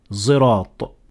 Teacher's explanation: So you would say Sirat. But some variations as well will turn the Sad in this position to an almost Zay